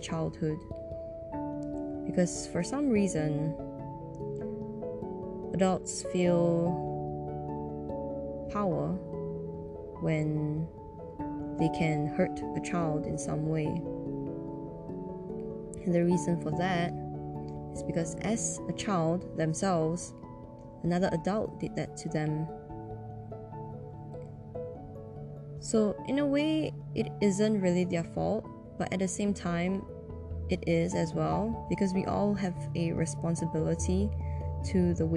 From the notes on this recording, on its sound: better to be heard on earphones as the sound volume is much softer for this episode